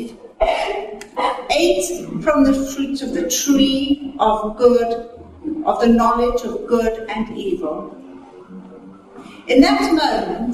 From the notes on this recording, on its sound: Recorded at a teaching meeting